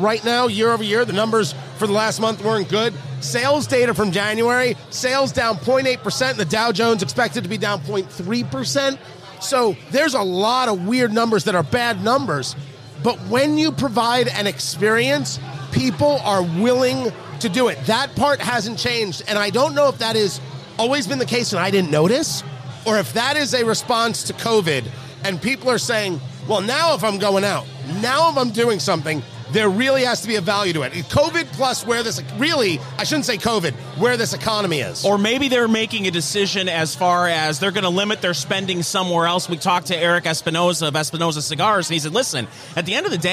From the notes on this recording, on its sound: It all started at Blend Bar Cigar with a special VIP event. Recorded live at Blend Bar Cigar in Indianapolis, IN.